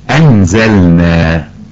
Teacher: فاللام هنا ظاهرة وواضحة لأن الحرف الذي أتى بعدها ليس اللام أو الراء · Term: الإظهار